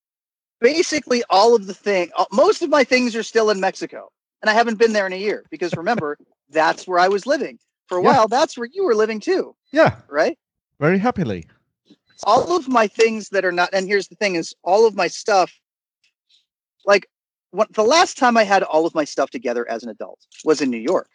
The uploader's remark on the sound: Bringing you only mildly higher audio quality. Does a first ever podcast recording over Skype.